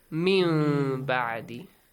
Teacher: And if the letter ba comes, you change the sound of noon or tanween into a meme, a hidden meme sound.